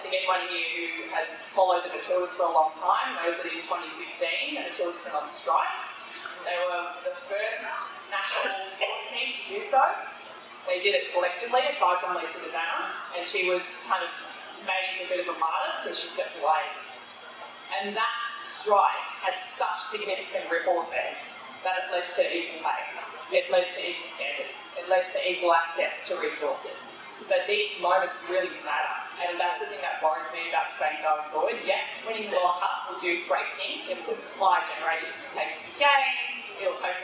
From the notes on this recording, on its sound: We're sorry for the audio quality of this live podcast recording. Recorded live from Yulli's Brews in Sydney!